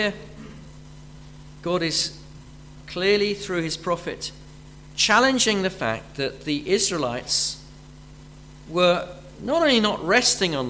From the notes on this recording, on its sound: Unfortunately the PC crashed during the service so the beginning of the sermon was not recorded.